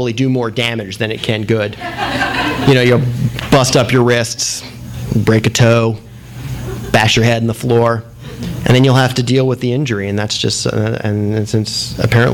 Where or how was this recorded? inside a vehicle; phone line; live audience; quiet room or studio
live audience